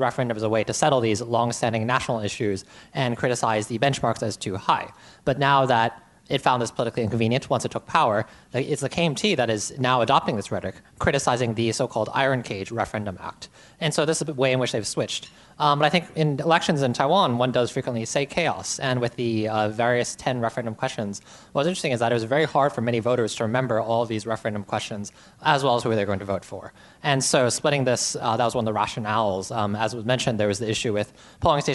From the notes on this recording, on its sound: A special show recorded live at a forum in Taipei jointly hosted by ICRT and the European Chamber of Commerce Taiwan.